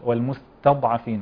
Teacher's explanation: نراعي هنا ترقيق التاء التي أتت قبل الضاد